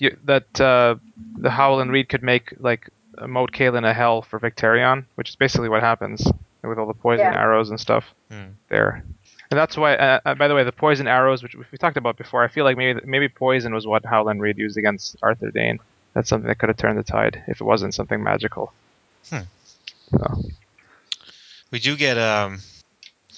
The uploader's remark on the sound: Sorry for the poor audio quality in this episode.